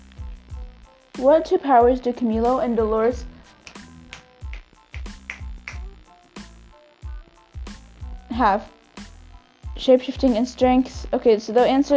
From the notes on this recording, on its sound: Im recording this episode on vacation at the deepest place on the entire Earth. Sorry for the buzzing if its bothering you.